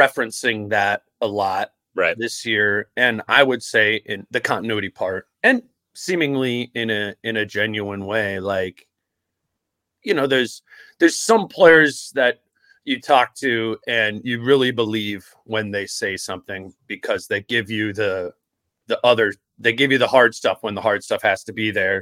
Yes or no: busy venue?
no